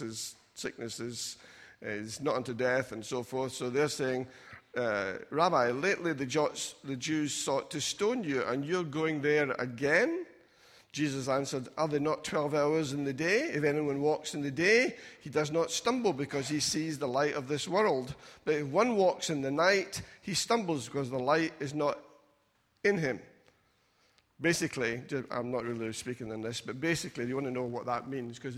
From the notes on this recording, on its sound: Recorded at freedomcentre church, Preston on Sunday 28th July 2019